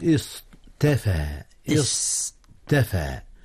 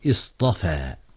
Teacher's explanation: الاصطفاء اصطفى أي استخلص، وأصله مأخوذ من الصفاء، ولكن السين والتاء للمبالغة، وأصله استفى استفى، فلما جاءت الصاد حولت التاء إلى الطاء لتناسب الصاد لأنها من حروف الإطباق · Shown in: second take